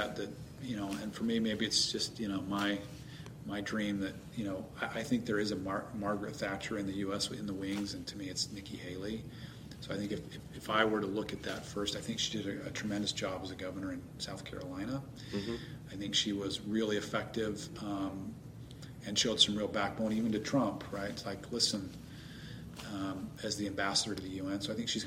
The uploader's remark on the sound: We are at the 2022 ALS Friedman Conference – Australia’s biggest and best pro-liberty conference.